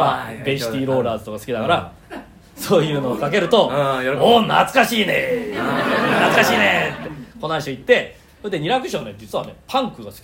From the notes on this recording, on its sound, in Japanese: 公開収録。